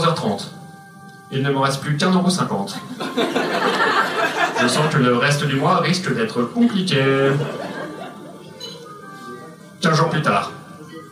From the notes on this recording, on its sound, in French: Enregistré en live et en public au One More Joke.